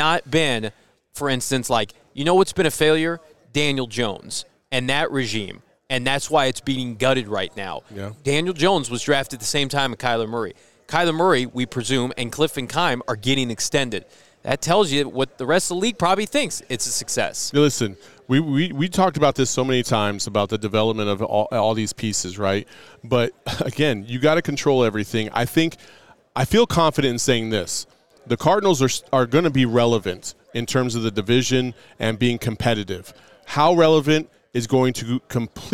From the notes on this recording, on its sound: LIVE from the NFL Combine in Indianapolis